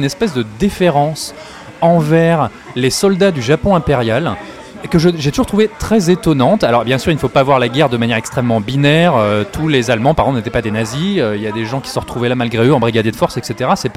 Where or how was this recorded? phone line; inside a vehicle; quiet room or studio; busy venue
busy venue